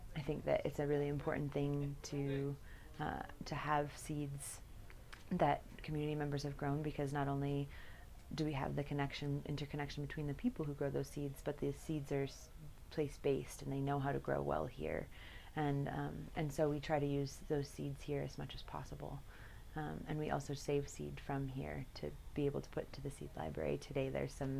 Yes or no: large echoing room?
no